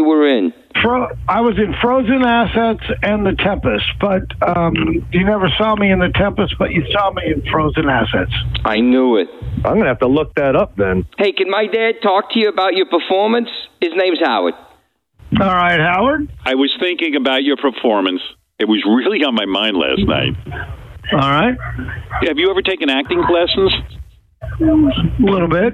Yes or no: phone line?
yes